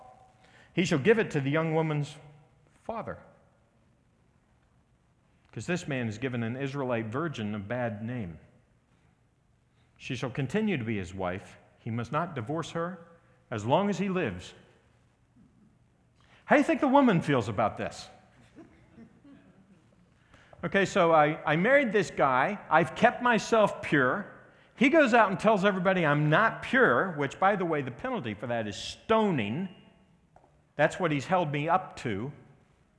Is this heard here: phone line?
no